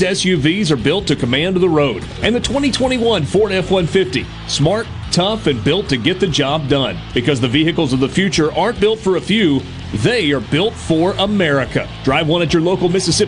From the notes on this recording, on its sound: LIVE from The Delta Soul Golf Tournament in Greenville